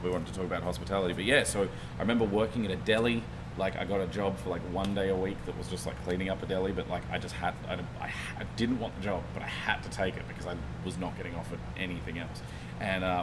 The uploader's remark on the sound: Is shot on location at Lamplighter Bar in Gastown, Downtown Vancouver.